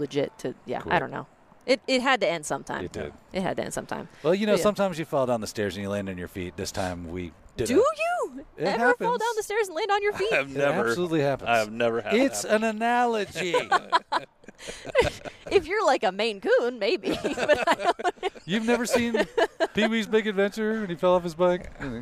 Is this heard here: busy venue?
yes